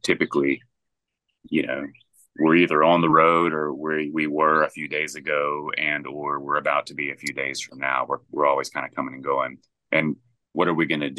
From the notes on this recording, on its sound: Chats over Zoom with two members of the Grammy award winning bluegrass band.